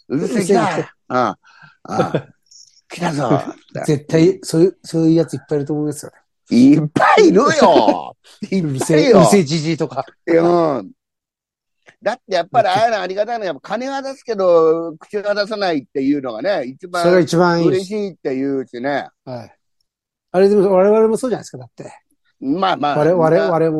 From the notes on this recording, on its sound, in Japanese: ZOOMで収録。